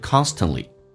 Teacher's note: t 跟 l 组合在一起的时候， t 通常是不发音的